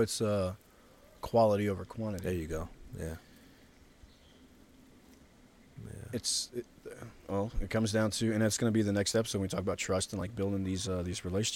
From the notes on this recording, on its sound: This podcast episode was recorded outside in the middle of Yosemite. Birds and river.